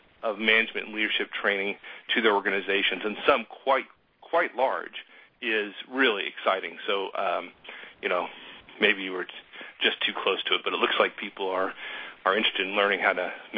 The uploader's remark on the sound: March 2011 Conference Call